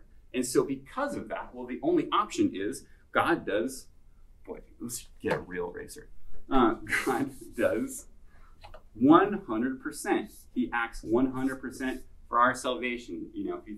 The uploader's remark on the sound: This lecture was given at the University of Washington on January 27, 2023.